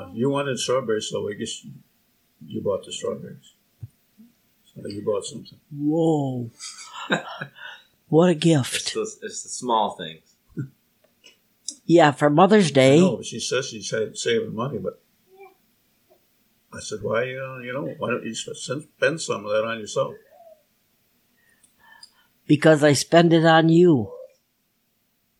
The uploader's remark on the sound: This is the second recording with my Grandma and Grandpa together. It is shorter than I would have liked and audio quality is not the best, but I cleaned it up the best I could.